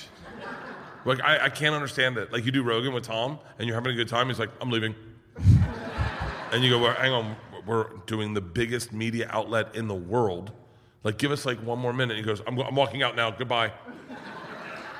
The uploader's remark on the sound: This episode of 2 Bears 1 Cave was filmed in front of a live audience of MGM Rewards Members at the MGM Grand in Las Vegas.